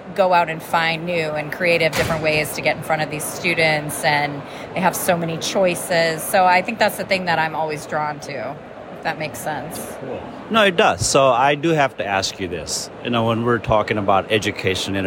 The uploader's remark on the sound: speaks with attendees at the European Association for International Education (EAIE) annual conference in Barcelona!